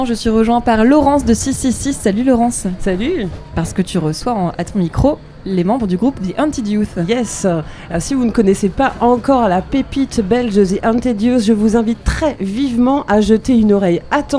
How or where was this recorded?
busy venue